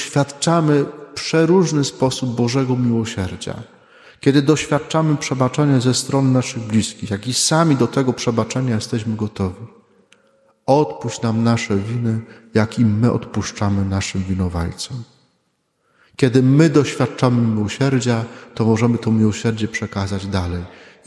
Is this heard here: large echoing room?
yes